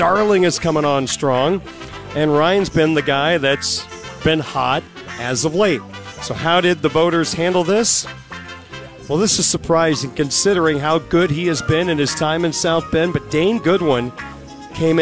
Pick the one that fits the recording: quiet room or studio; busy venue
busy venue